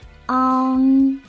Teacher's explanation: 存好心，说好话，做更好的自己。大家好，欢迎来到青年好声音。今天我们要学习的是什么呢？后鼻韵母“昂”。我记得我在讲解跟它相对应的一个前鼻韵母“安”的时候，有提到过“啊”，它三个不同的发音位置，前啊、央啊和后啊。。那今天呢，我们要用到的就是后啊。如果有朋友已经忘记了后啊它的发音要领，我建议大家翻到之前的，呃，安的这一条音频再去仔细地听一听。好，昂的发音要领是这样的，从后啊开始发出了啊，之后呢，舌面后部抬高，同时软腭和小舌下降风必口强通路，打开鼻腔通路，气流从鼻腔通过。大家注意，关键词，舌面后部抬高，气流从鼻腔通过。很多朋友可能对于，呃，前鼻韵母和后鼻韵母，他们之间的区别有一些不太清楚，这里我再给大家特别地来讲解一下。那在这一组，安和昂的这一组韵母当中呢，他们之间的区